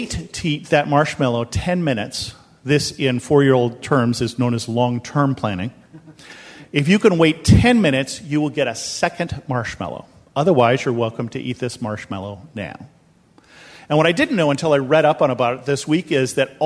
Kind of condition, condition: setting, large echoing room